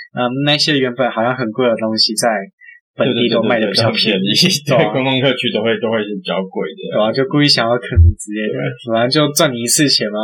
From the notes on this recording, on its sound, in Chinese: 這次去噪後音質超差，早知道當初就別買電容式的麥克風了